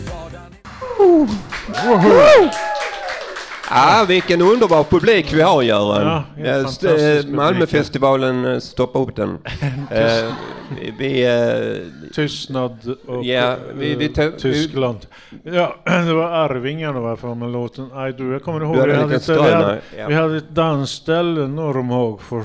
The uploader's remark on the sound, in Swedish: Vi sände live från stadsbiblioteket när funktionshinderrådet bjöd in samhället den 25/5.